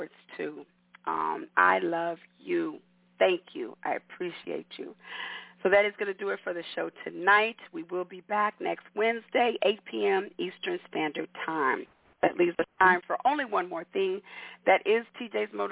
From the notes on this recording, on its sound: your phone calls